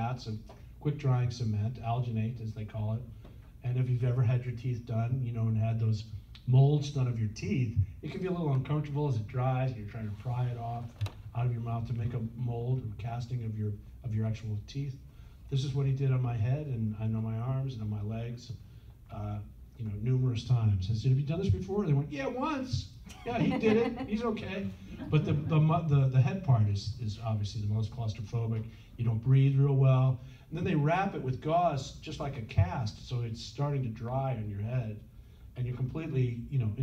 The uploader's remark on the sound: Panel interview. Recorded at Days of the Dead Chicago on April 9, 2021.